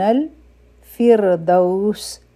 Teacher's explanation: دلته کې به را نری وایو ځکه چې د فا د لاندې کسرا ده په را باندې سکون دی او دو حروفی لین دی نرم